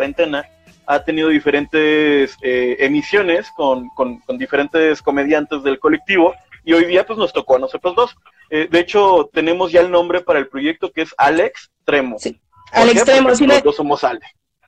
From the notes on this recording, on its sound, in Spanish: El audio no es el mejor